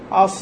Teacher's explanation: رفعت أقصى اللسان، بل وارتفع وسط اللسان أيضا كذلك حتى التصق بالحنك، فلذلك طلع الصوت مفخم لأنها حرف مطبق مستعلي.